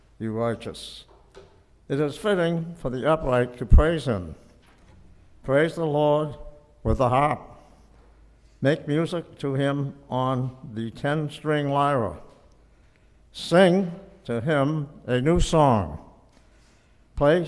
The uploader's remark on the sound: Recorded on March 26, 2023 - 5th Sunday in Lent and "Bach Sunday" at Union Congregational Church.